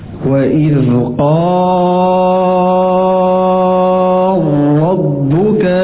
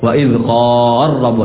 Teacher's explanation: lam digabung dengan ra · Term: idgham al-kabir